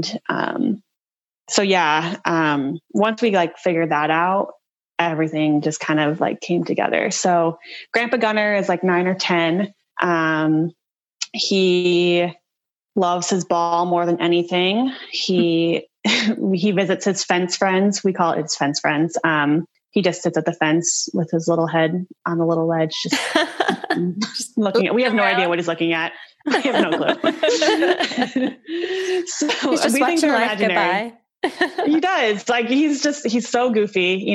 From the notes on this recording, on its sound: We sit down (actually Zoom call cause rona still around).